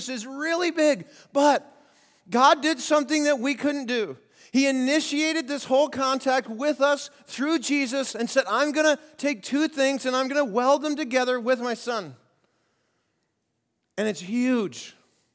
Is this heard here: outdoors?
no